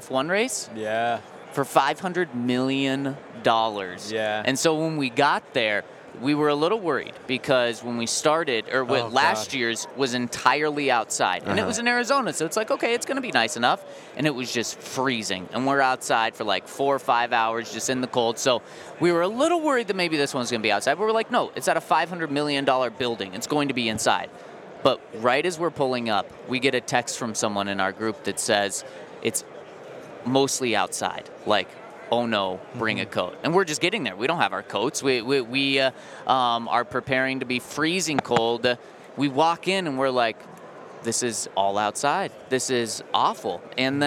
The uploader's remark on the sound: LIVE from Super Bowl Radio Row